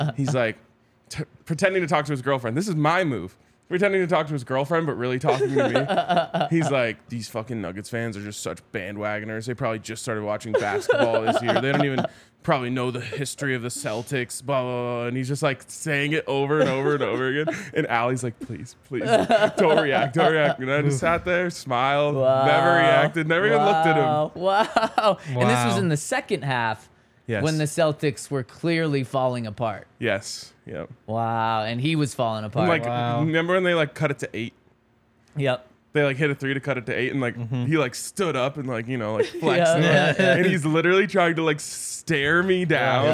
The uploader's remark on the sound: coming to you LIVE from the DNVR Bar